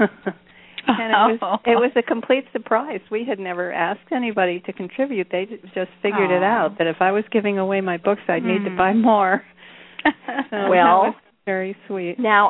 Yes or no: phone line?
yes